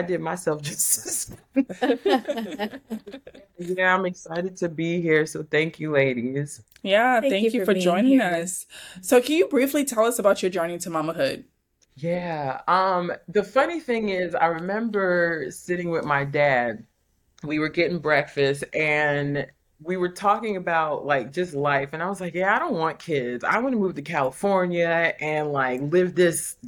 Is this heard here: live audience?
no